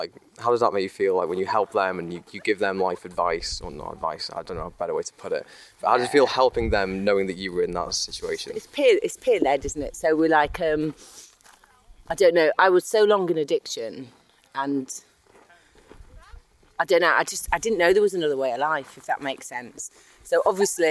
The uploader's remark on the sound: Conversations while walking. From North Wales Recovery Communities.